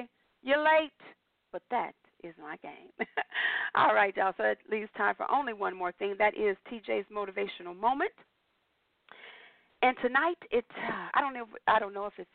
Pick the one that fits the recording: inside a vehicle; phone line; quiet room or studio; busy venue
phone line